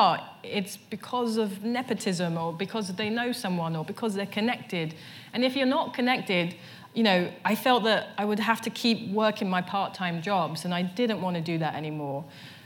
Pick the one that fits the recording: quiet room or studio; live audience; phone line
live audience